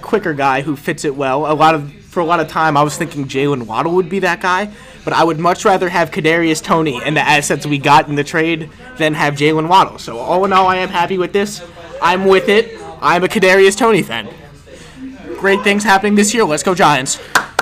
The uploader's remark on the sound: We recorded this episode LIVE during the NFL draft from the basement of my dorm in Wiley Hall at Purdue University where we could get live reactions to draft picks.